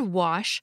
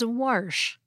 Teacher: some speakers of American English pronounce the word wash as warsh · Shown in: second take · This pronunciation is sometimes called the intrusive R, and like our recent episode on the pin-pen merger and caught-caught merger, this question has to do with dialects of American English.